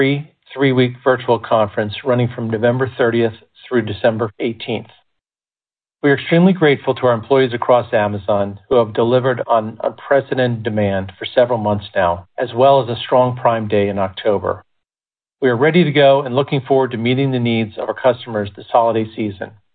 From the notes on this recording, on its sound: Earnings Conference Call